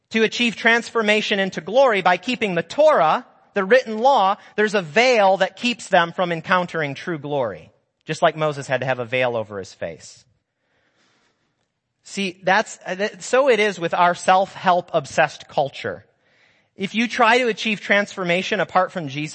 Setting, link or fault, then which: setting, large echoing room